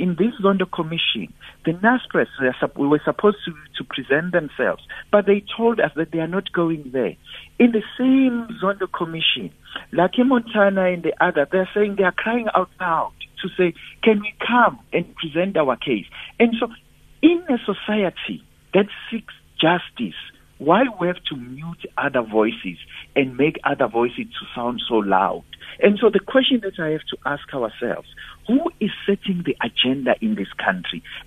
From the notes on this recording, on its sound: we are joined on the line